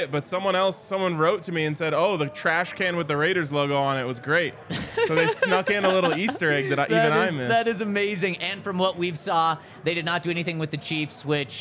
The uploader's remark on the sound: LIVE from the DNVR Bar